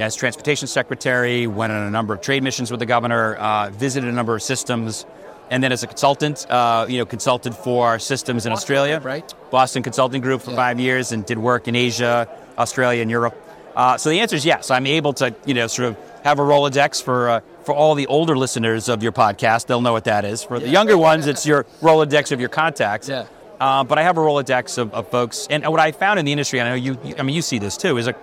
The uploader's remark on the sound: live from the APTATRANSform show in the Vontas booth